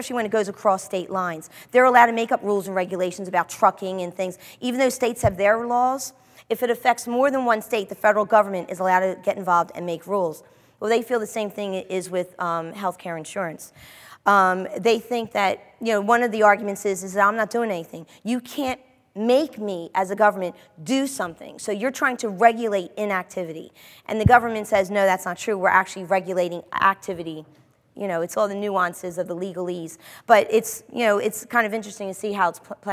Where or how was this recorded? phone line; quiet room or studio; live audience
live audience